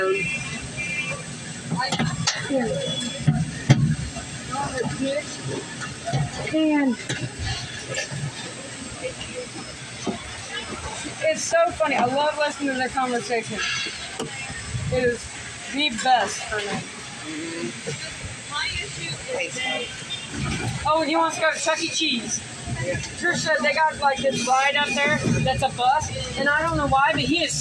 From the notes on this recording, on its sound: Asmr at a car door factory. May include some conversations. We put the phone in the machines to record the pallets going past and the screw guns. We talked so there may be conversations.